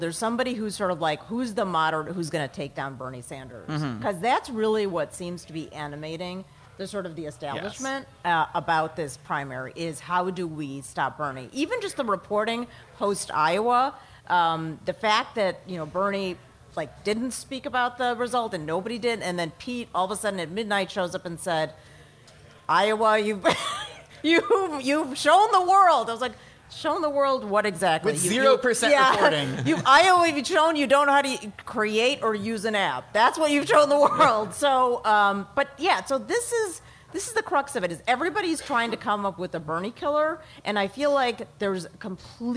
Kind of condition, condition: setting, busy venue